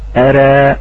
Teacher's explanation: نلاحظ أن هناك ميلان في حركة الفتحة · Term: الإمالة